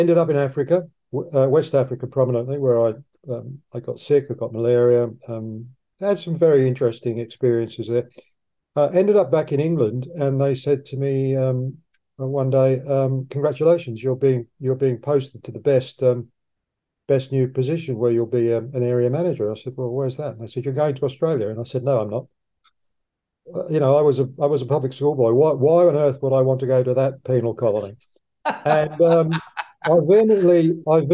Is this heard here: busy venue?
no